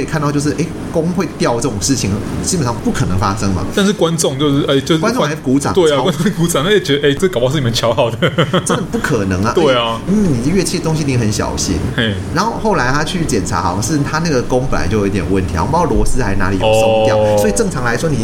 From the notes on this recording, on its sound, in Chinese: 本集白噪音指數：蚊風級 1/5。錄音地點： BUZZ Cafe & Beer。